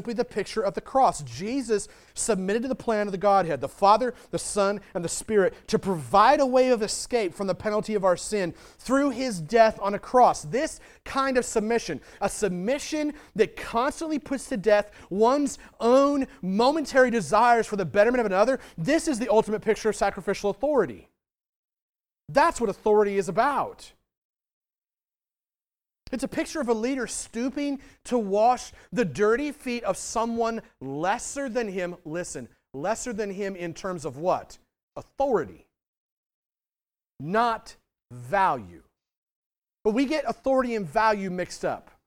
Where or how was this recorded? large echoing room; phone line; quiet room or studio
large echoing room